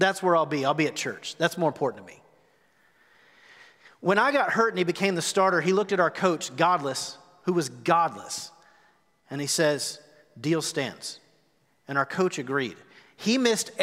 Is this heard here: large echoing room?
yes